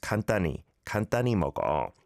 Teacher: often pronounced just 간단히, 간단히 먹어, like that, not over-pronouncing the h, he sound.